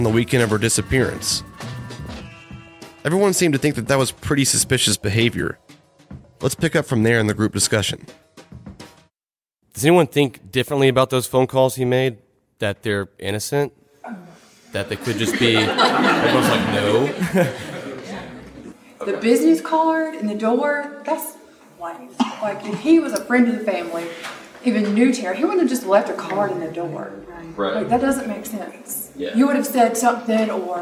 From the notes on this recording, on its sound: This week we hosted our first ever live episode of UAV.